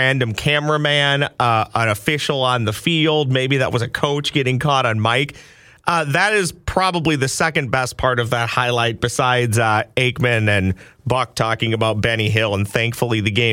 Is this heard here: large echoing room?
no